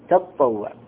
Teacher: لو قرأناها تطوع بتشديد الطاء ما حذفنا التاء الثانية وإنما أدغمناها في الطاء